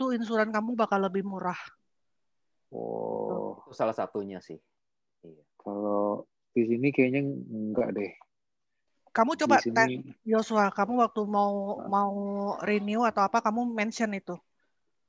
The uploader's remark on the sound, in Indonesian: Sukaaaaa sekali zoom kali ini.